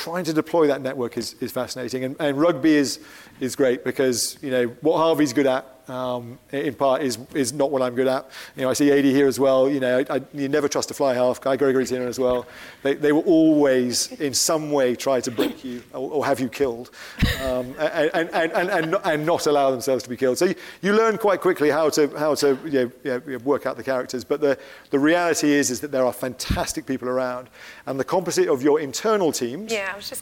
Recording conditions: live audience